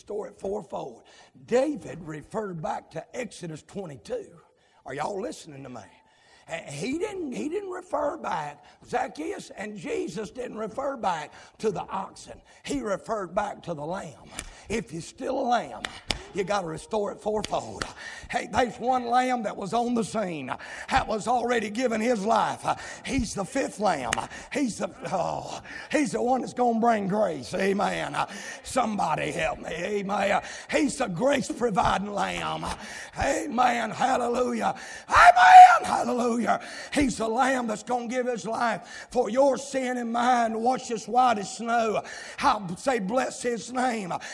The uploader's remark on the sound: live, from Landrum Independent Baptist Church.